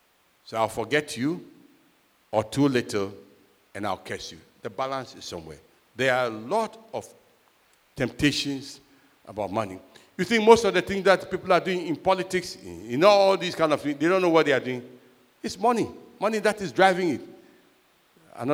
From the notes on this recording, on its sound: Sermon preached at CBC Shiashie Campus